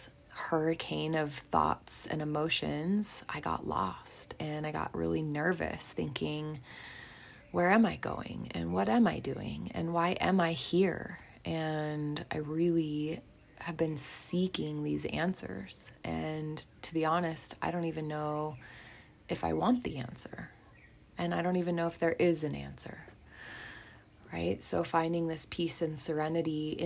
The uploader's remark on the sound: From the forest of Lake Atitlan, Guatemala, I decided it was time to hit record and get this pod party started!